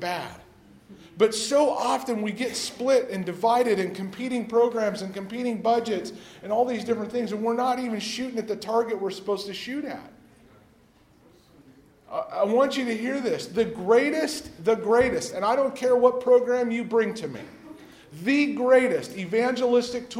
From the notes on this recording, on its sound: The following audio comes from the National Disciple Making Forum.